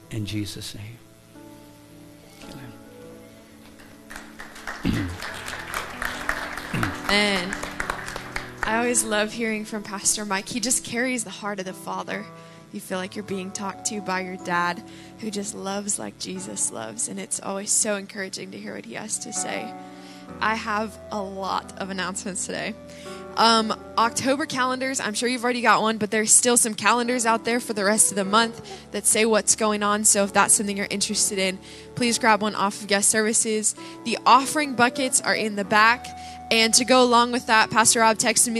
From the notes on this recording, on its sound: Live from The Summit Church in Dover, OH